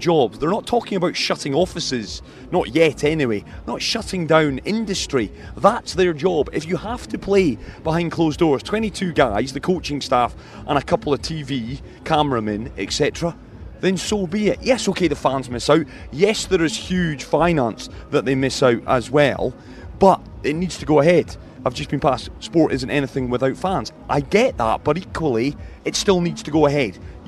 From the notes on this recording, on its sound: From their original home Barasti